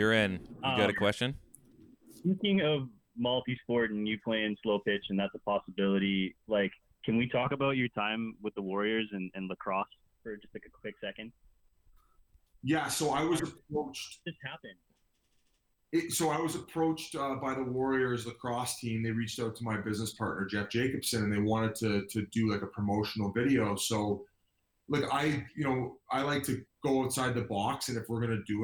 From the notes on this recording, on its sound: Unfortunately, we ran into a few technical problems (of course)